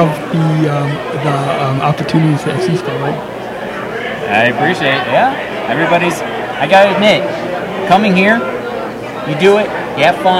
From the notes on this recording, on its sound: LIVE From 2016 Believe & Achieve Banquet. Podcasting live from the 2016 Believe & Achieve Banquet in celebration of SEASPAR's 40th anniversary. Tune-in to hear from participants, staff, and all those involved.